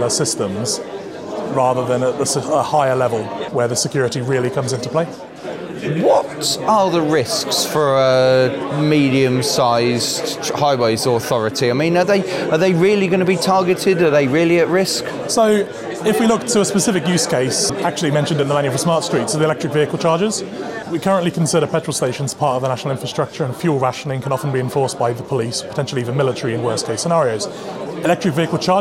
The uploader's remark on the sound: Chatting transport technology at the TTF Conference. As we chat to people at the Transport Technology Forum Annual Conference in Leeds.